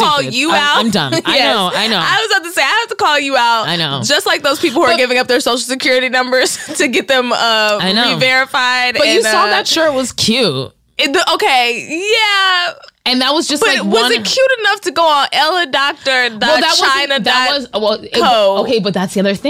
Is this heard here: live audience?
no